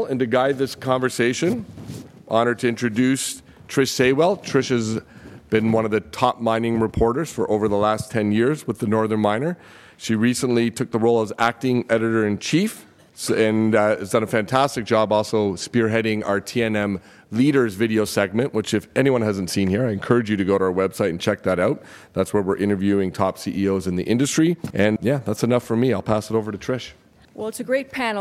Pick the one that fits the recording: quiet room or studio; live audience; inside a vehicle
live audience